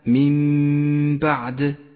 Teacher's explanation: المثال التالي على حكم الإقلاب في قوله تعالى من بعد، من بعد، تقلب النون الساكنة إذا جاء بعدها باء إلى ميم، تسقط النون من اللفظ ولذلك هي رمادية اللون، ونقف بغنة على حرف الميم زمنها حركتان